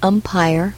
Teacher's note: They both start with the vowel U, but umpire is the only one that starts with a vowel sound.